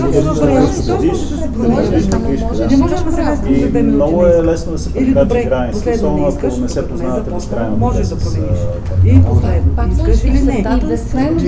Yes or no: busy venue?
yes